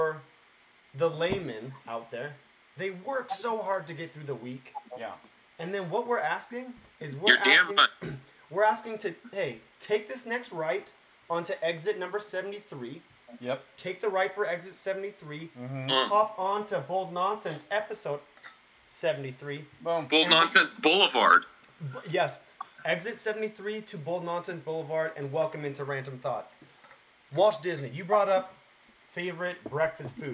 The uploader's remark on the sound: The BN crew works through technical difficulties this week to bring you a shortened but hopefully entertaining episode.